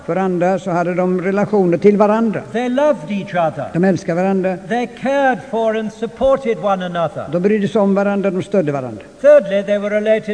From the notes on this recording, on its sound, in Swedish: Inspelad i Immanuelskyrkan, Stockholm 1992-05-23 klocka 19.